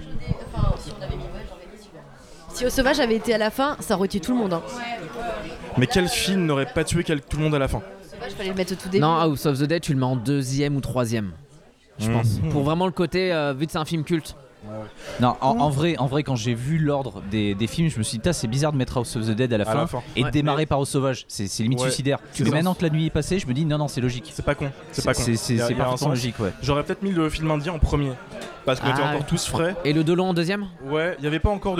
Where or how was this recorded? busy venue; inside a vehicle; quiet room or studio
busy venue